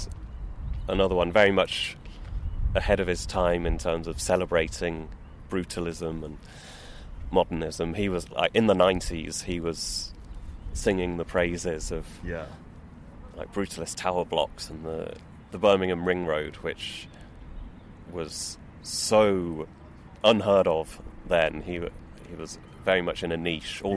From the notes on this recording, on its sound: We recorded in a park. It was in Kings Heath Park, south Birmingham - famous as the location of the BBC Gardener's World garden.